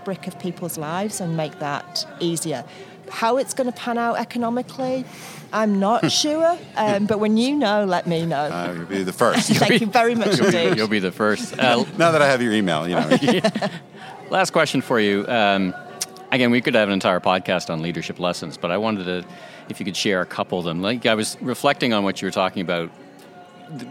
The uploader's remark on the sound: recorded at the Wizeline remote podcast studio/beach cabana at Mandalay Bay during Shoptalk